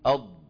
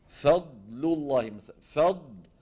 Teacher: لما نقول استطالة يعني طلب الطول. وبينا بأن حافة اللسان كلها من كل الجهات بما فيها الطرف كلها تنغلق على المخرج · Term: الضاد